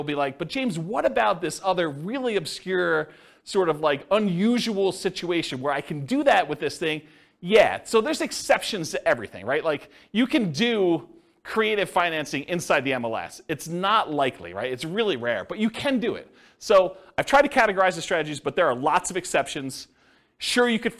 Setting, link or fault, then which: setting, live audience